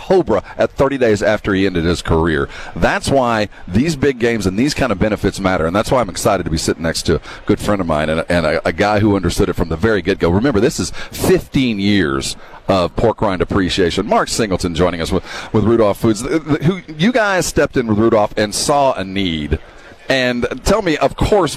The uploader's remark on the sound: while on Radio Row at the Super Bowl in Las Vegas